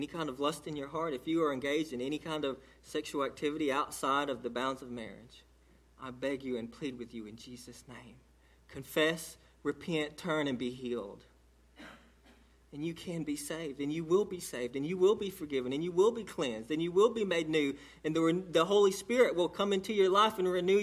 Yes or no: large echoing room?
yes